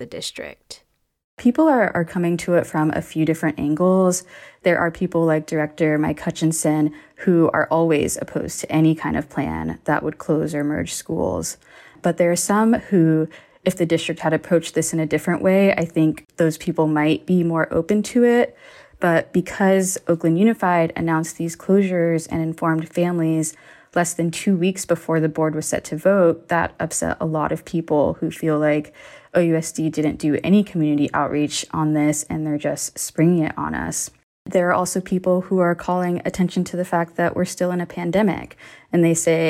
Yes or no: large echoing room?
no